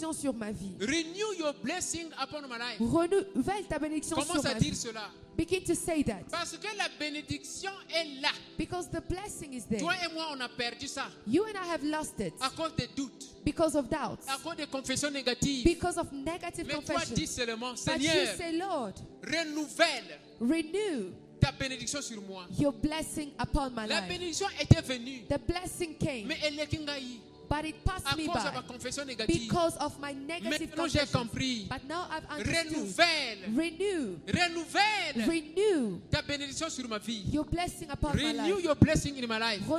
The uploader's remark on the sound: Sunday Live Service